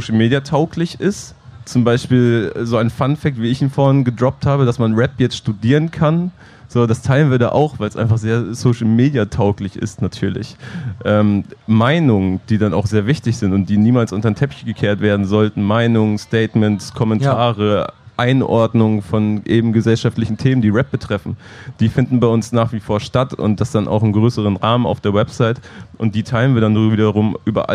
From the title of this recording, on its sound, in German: live vom Splash Festival